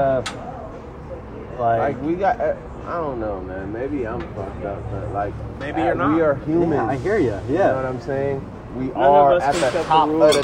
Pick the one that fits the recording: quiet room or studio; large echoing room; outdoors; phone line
outdoors